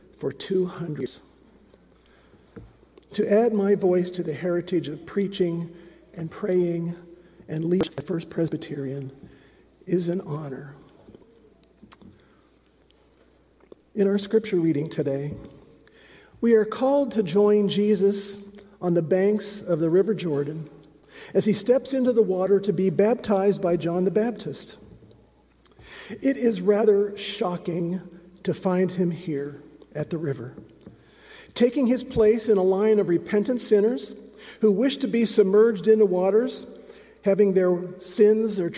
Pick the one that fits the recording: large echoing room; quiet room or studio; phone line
large echoing room